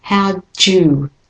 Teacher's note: The D almost sounds like a J to get to the Y in you.